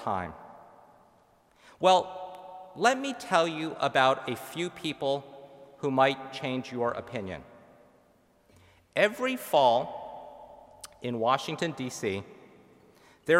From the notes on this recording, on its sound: spoke to seniors from the pulpit of the University Chapel during the Baccalaureate service